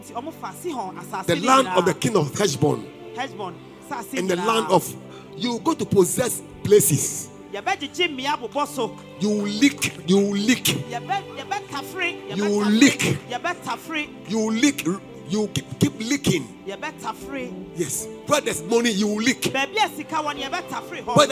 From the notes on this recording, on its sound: Preached at LCC Goshen.